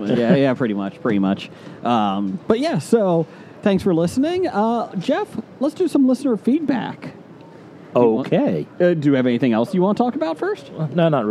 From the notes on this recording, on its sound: recording from their swanky booth on day one of the Cincinnati Comic Expo!